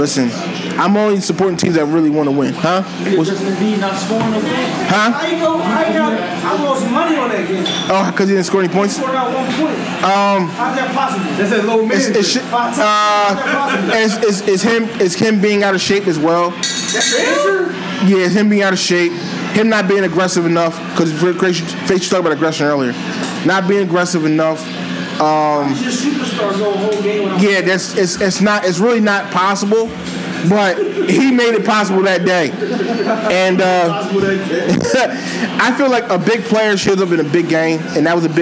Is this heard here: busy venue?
yes